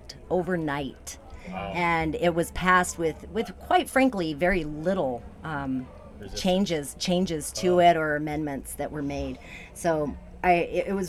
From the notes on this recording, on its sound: The third episode in our series recorded in the CannaVan at The Women of Cannabis Conference.